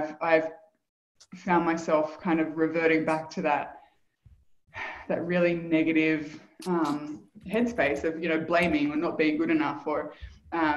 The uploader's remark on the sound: Live Community Call